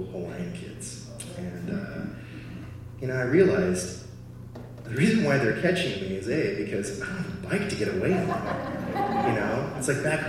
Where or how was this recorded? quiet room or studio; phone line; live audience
live audience